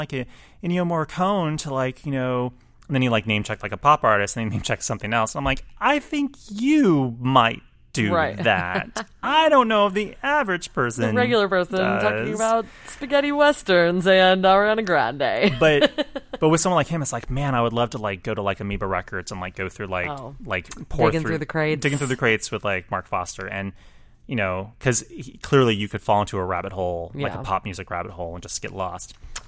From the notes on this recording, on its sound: The frontman called in to the Pop Shop from the road.